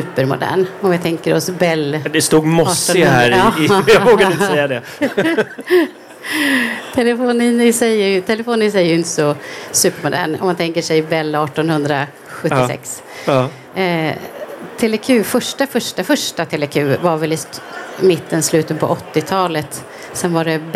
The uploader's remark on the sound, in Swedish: Live-samtal direkt från E-hälsa + MTVe mässan.